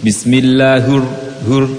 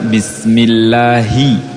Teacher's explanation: Tidak murni sebagai kasroh. Tetapi bercampur dengan yang lainnya sehingga terdengar suara tebal. · Shown in: first take · Sepertinya seperti campur dengan dommah atau apa ya gitu. · Term: kasroh tidak murni